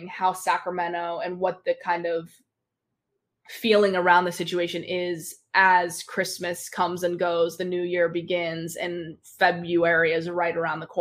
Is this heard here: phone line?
no